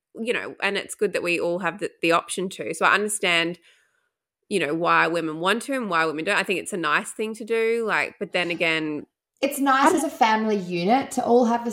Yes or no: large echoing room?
no